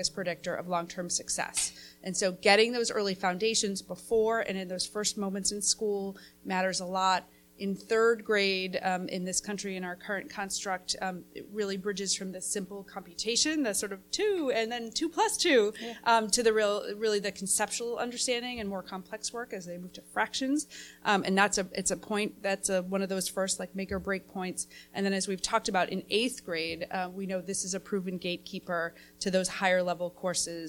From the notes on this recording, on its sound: The following panel discussion took place during our Social Impact Connect conference night.